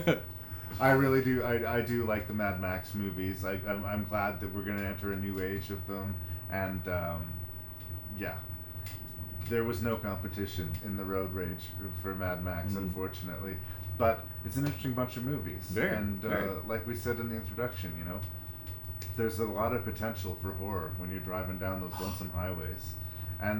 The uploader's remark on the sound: Returns for an attempted road trip recording. Sped down a Saskatchewan highway.. The recording quality reflects this but it is totally fun and easy on the ears.